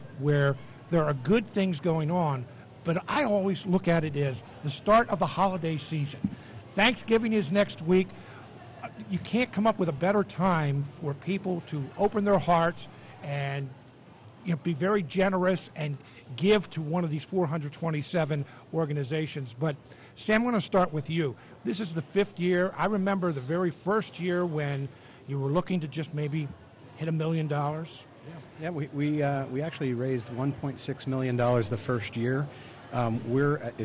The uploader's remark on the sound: Extraordinary Give live broadcast. Smart Talk is live Friday morning at Lancaster's historic Central Market for the fifth annual Extraordinary Give fundraising campaign.